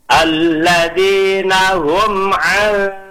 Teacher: Jadi nun dengan sod bercampur, yang pertama nunnya dengungkan dengan tipis, kemudian posisikan sod dengan tebal · Term: ikhfa